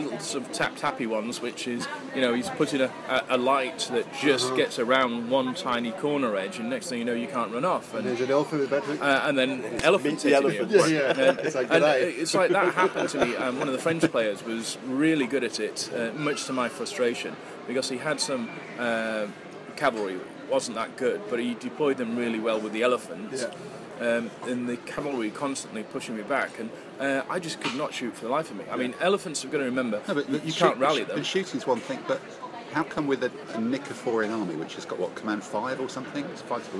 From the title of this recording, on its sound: live from the (tapas bar) table-top in Spain